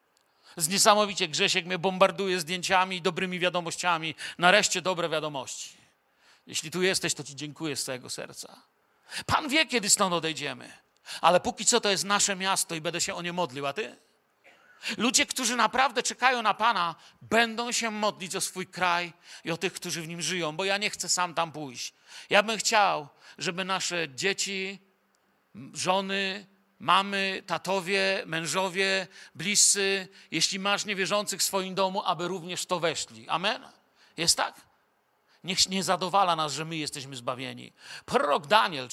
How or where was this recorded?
large echoing room